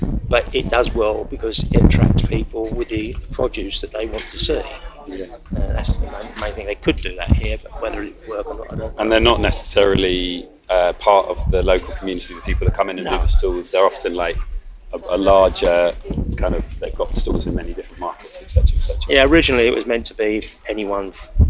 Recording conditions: outdoors